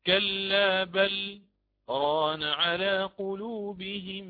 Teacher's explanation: أسكت على اللام من كلمة بل